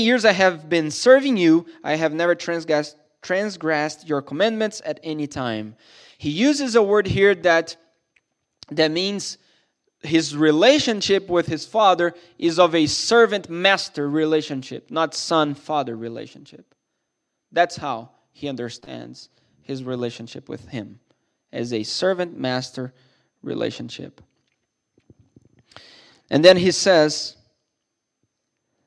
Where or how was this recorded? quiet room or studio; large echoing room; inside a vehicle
large echoing room